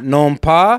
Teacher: So you don't pronounce the S at the end of pas.